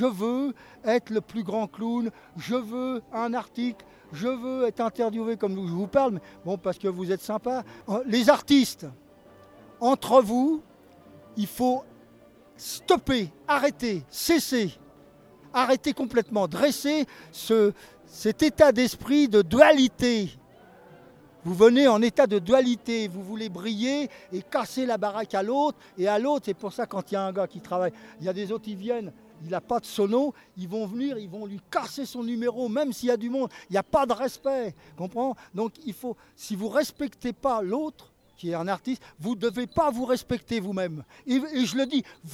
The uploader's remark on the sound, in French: Rencontre en marge du festival de chalon dans la rue ce clown à la manche de 85 ans. Interview en équilibre sur les mains du plus vieux saltimbanque du moment. CHALON DANS LA RUE 2008.